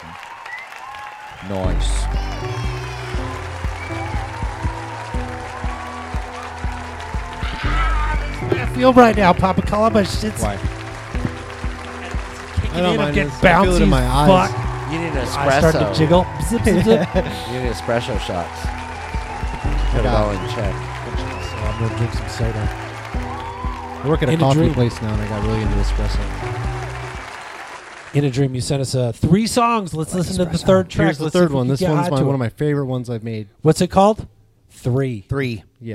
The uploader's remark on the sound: Filmed in front of a live Studio Audience